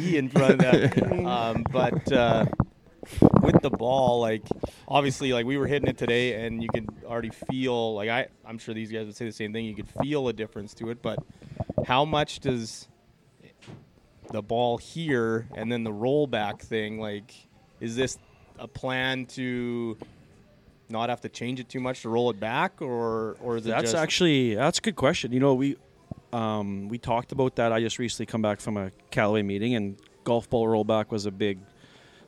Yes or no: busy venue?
yes